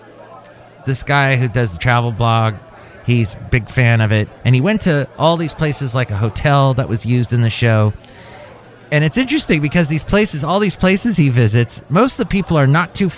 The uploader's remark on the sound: podcasts live from Cafe Anyway